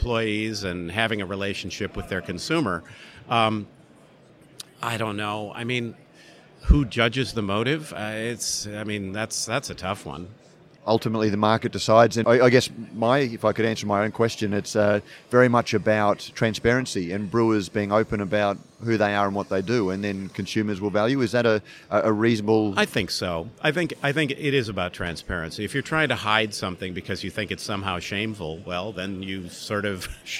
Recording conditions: busy venue